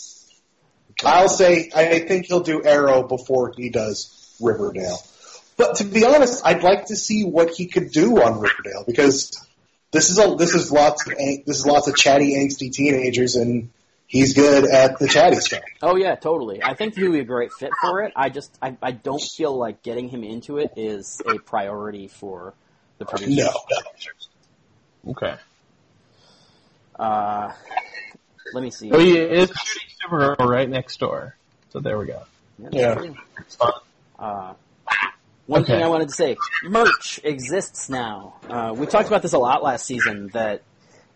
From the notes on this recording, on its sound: This episode is also SUPER ROUGH. The plan is to clean up the audio quality significantly, but right now we are busy with our day jobs and wanted to get this out while the Sabrina news is still fresh.